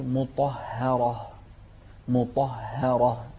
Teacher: الهاء هني صايرة بين حرفين مفخمين الطاء وبعدها راء، فتصير مطهرة مطهرة. نفخم الطاء ونرقق الهاء ونفخم مرة ثانية الراء